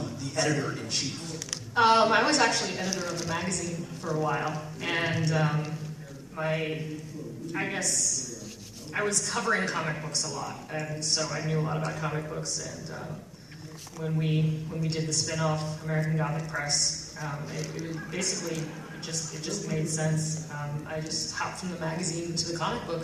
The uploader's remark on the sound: It's the American Gothic Press Podcast, live from our WonderCon 2016 panel at the Los Angeles Convention Center! Apologies for the audio quality.